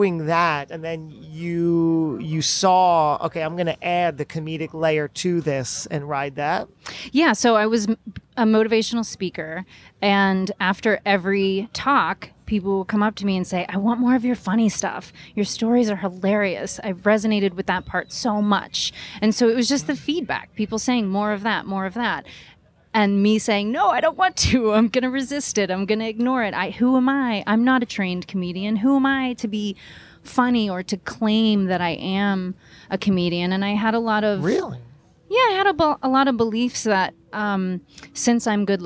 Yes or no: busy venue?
yes